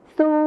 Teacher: ในภาษาไทยมาตรฐานก็จะใช้ชอช้างเหมือนกันนะครับและส่วนในภาษาไทยถิ่นอีสานนะครับก็จะใช้ซอโซ่นั่นเองครับ